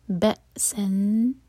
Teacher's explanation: یہ حمزہ ہے، عین نہیں، ب تو کٹ آف ساؤنڈ ہوگا لیکن قلقلہ نہیں ہوگا